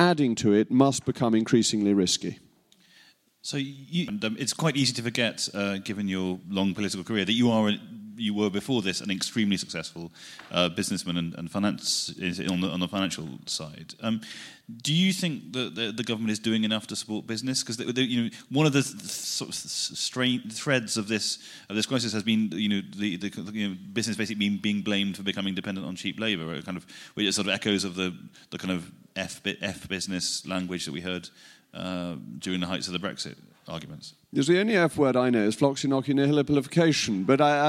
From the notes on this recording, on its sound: It's a very special edition of the podcast this week as we take you inside Tory conference in Manchester for a fascinating, fun-packed conversation.